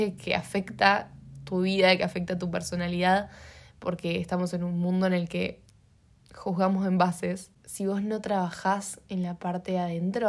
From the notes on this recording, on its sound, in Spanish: una nota de vozz